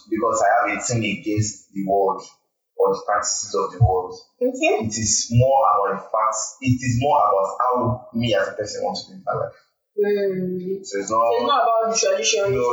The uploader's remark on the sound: this audio is not in the best form